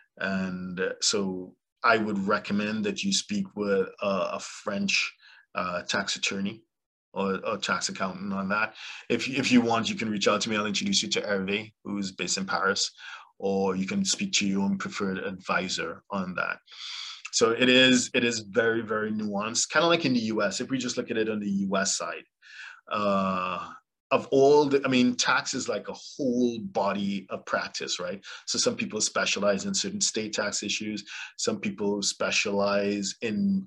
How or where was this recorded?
video call